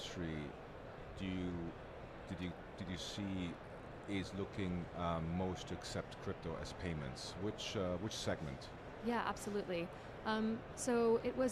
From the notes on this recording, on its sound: Recorded at Money 20/20 in October 2022.